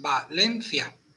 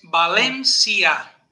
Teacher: en valenciano, en catalán, en élfico, no hacen diptongo, separan dos sílabas · Shown in: second take · Por eso es Valencia.